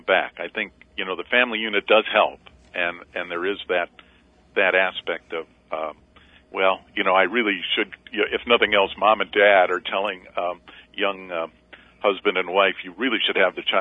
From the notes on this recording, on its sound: live call in program